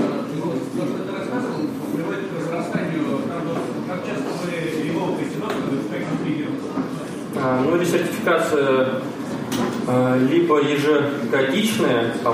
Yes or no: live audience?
yes